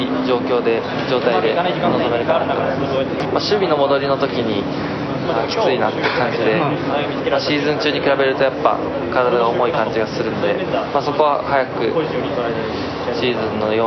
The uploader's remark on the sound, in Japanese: 京都サンガFC対長野パルセイロのあとに行われたミックスゾーン取材で録音した。